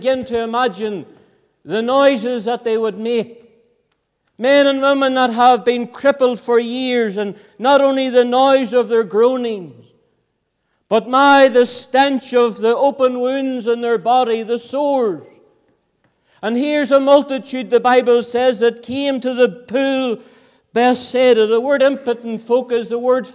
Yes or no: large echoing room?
yes